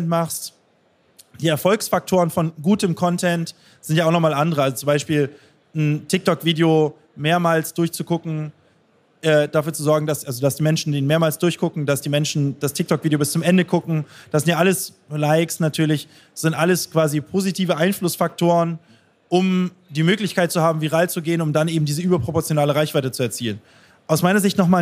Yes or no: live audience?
yes